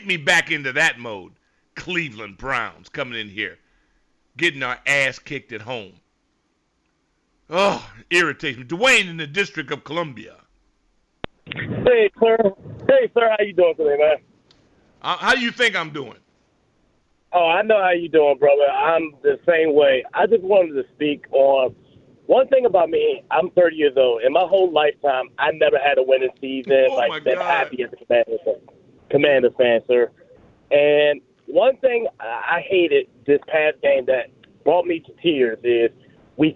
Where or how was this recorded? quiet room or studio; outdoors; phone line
phone line